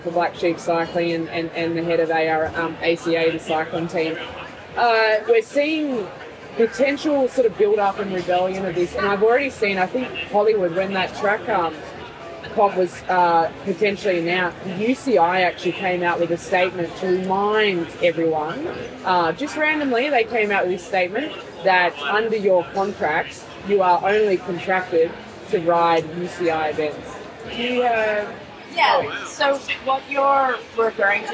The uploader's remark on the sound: We're live from Hilton Adelaide again for Stage 4 of the Tour Down Under.